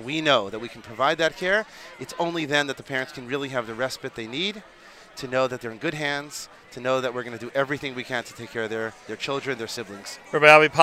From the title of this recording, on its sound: NSN Live from Camp HASC Experience Day Event